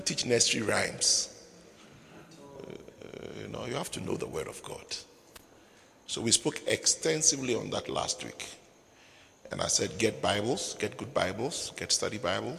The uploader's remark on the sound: Preached at the Midweek Servants Armed & Trained Service, Windhoek Namibia